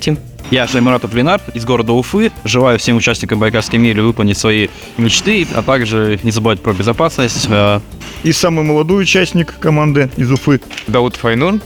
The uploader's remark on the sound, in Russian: Записано на Байкале в рамках серии репортажей с места проведения мероприятия.